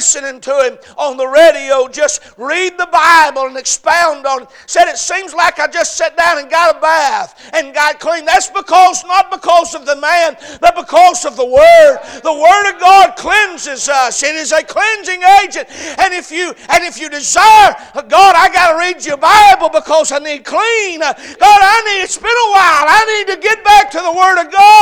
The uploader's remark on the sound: A message preached at Crossroads Baptist Church on Sunday evening